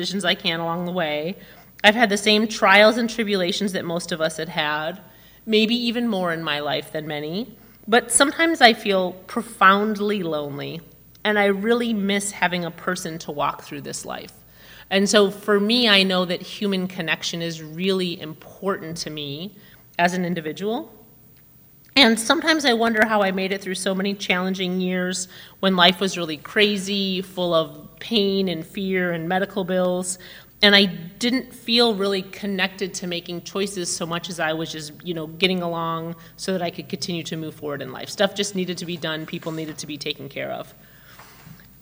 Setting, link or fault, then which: setting, large echoing room